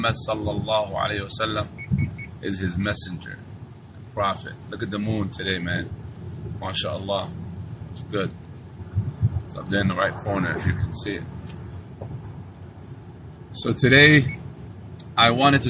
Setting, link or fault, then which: setting, inside a vehicle